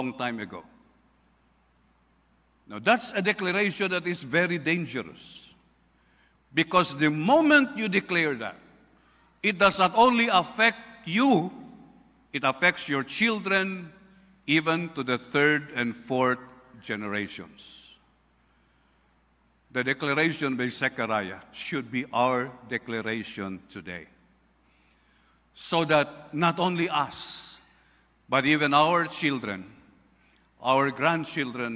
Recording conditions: large echoing room